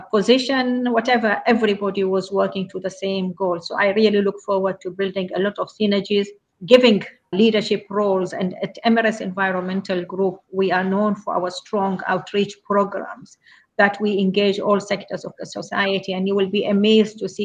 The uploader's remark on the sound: Taken from a LinkedIn Live recording hosted by women’s network AllBright and in collaboration with Bankers for Net Zero.